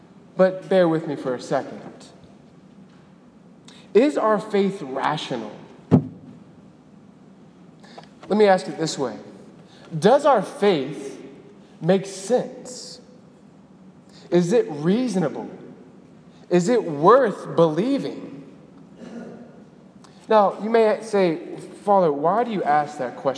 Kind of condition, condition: setting, large echoing room